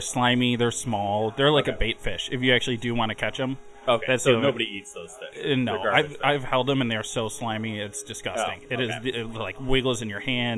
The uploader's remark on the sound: record live at Chicago’s favorite hot dog joint Flub A Dub Chub’s